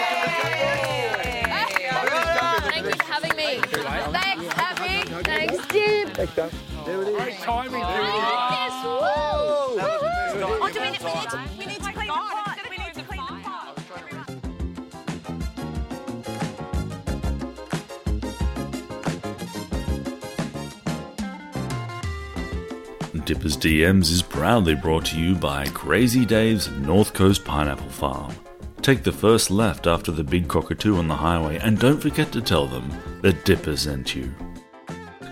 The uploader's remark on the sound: in front of a jungle studio audience